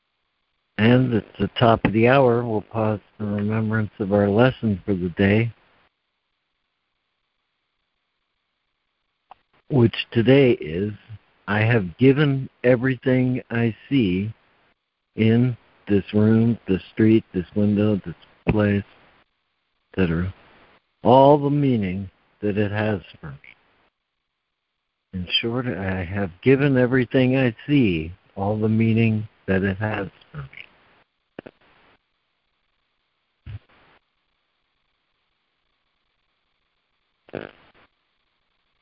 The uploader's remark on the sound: ACIM Daily Conference Call.